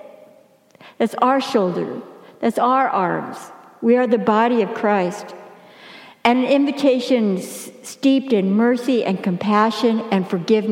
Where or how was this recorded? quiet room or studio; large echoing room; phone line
large echoing room